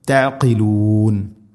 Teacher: ഐൻ തൊണ്ടയുടെ മധ്യഭാഗം, ഖാഫ് അതിൻ്റെ ഗൈനും ഖാഉം കഴിഞ്ഞുള്ള മുഗൾ ഭാഗം, തൊണ്ടയുടെ മുഗൾ ഭാഗവും കഴിഞ്ഞാണ് ചെറുനാക്കിൻ്റെ ആ ഒരു സൈഡിൽ നിന്നാണ് ഖാഫ് വരുന്നത്